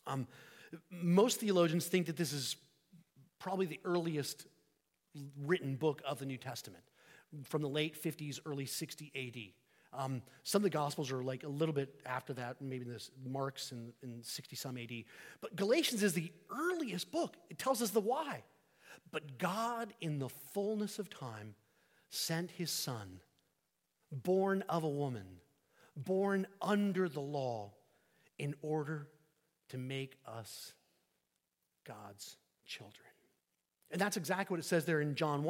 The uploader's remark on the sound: Sermon preached on New Year's Eve 2023 at St Peter the Fisherman, New Smyrna Beach